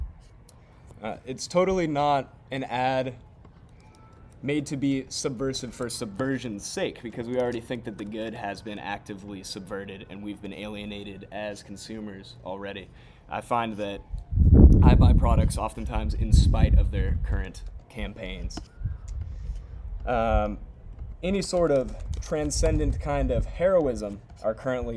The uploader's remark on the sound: conducted outside